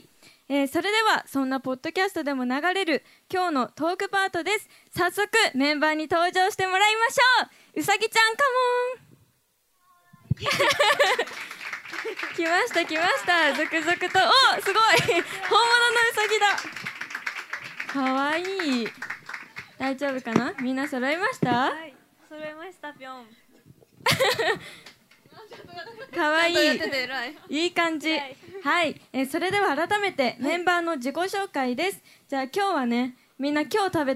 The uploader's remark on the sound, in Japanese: 1/9開催の.BPM主催ライブ「どどっとドットvol.15」（秋葉原ZEST）公開収録の模様をお送りします。